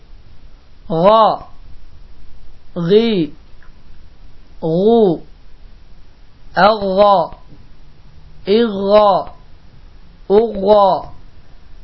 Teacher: Növbəti hərfimiz ğayn hərfidir. Ğayn hərfinin məxrəci boğazın əvvəlidir.